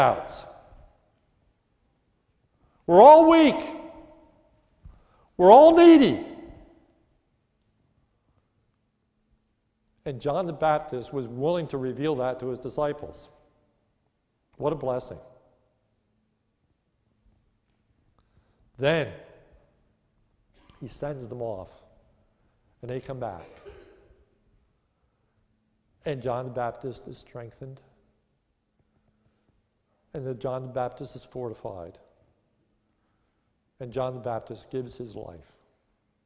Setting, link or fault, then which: setting, large echoing room